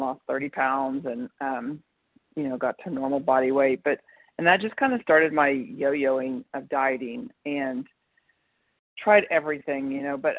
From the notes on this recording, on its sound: 100 Pounders Phone Meeting